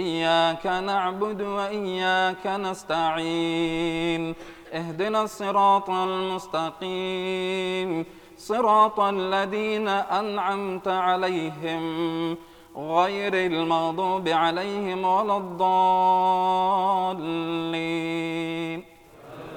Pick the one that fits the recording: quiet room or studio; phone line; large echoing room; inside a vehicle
large echoing room